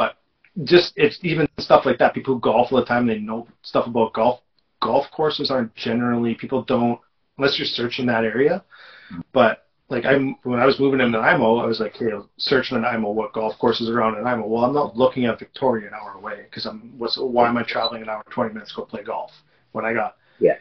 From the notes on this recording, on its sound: Apologies for the not so stellar audio.